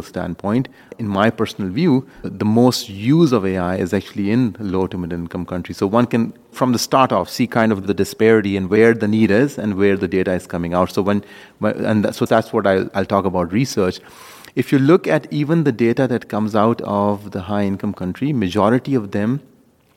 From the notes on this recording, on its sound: We sat down with him at the World Congress of Pediatric Cardiology and Cardiac Surgery in Washington DC